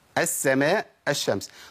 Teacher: يعني بشيل اللام بالكليه واحط مكانها حرف مماثل للحرف الثاني · Term: ادغامها